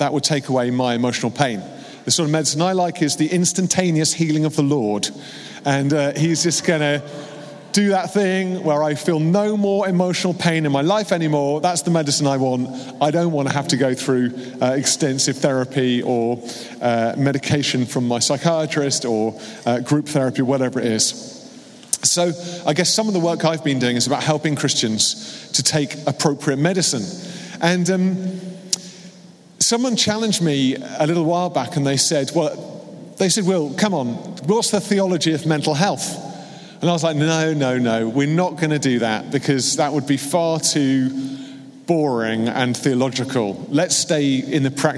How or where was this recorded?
live audience